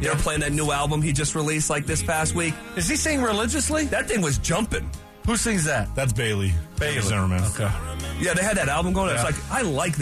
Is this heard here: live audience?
no